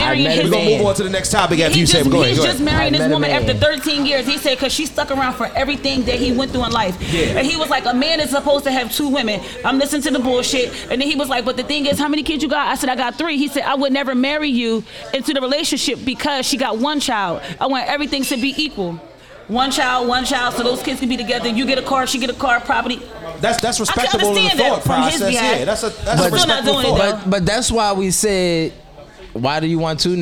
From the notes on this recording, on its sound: Live from Krush Lounge!